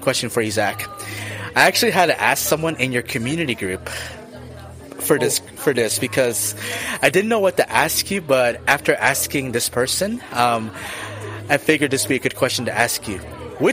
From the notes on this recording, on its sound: Recorded this episode from a coffee shop, so you will hear background noise on his end. Special thanks to Frost Coffee and Tea in Lee's Summit, MO for allowing the use of their space to record the episode.